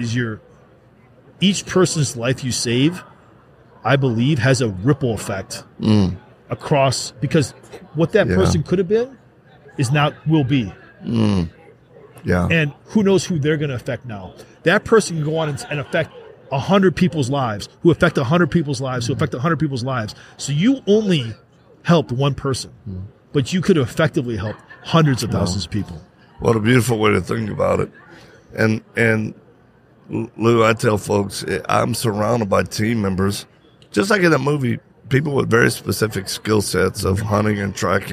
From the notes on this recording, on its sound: Live at AmFest.